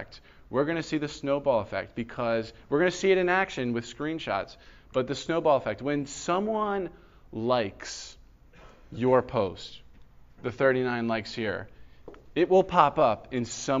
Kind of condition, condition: setting, large echoing room